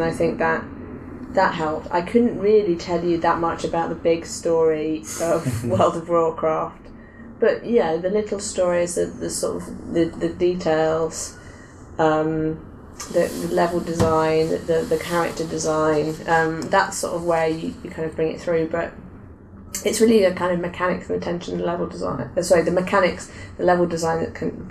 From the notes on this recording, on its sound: This episode was recorded during Develop:Brighton 2016 - hence the seagulls.